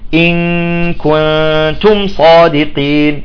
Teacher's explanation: عدم إشباع حركة الحرف الذي قبل النون الساكنة فيتولد منها حرف مد · Term: الإخفاء